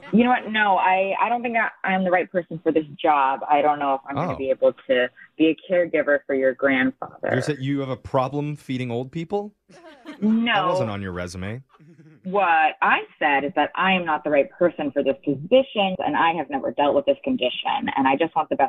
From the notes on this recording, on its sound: Today’s Phone Tap victim is an elderly care worker about to start a new job.